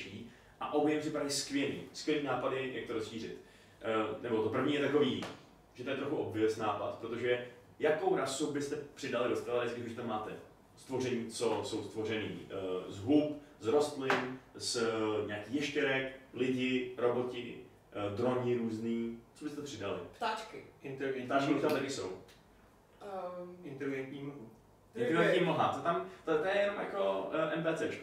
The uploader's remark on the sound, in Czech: Omlouváme se za sníženou kvalitu zvuku